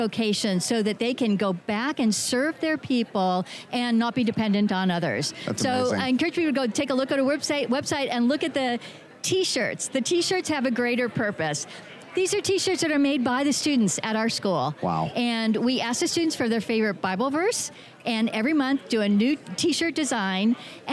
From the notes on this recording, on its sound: This episode was recorded live at the Family Research Council’s Annual Pray, Vote, Stand Conference in Washington D.C.